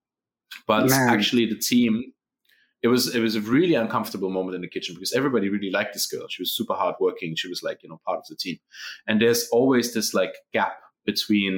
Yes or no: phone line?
no